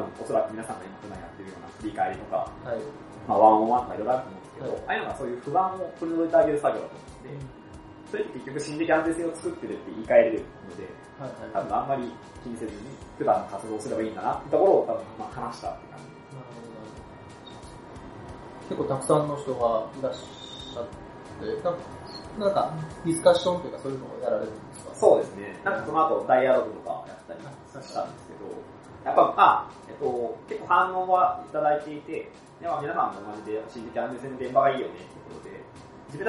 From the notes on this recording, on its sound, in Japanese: いつものスタジオが借りることができなかったので音質悪めです。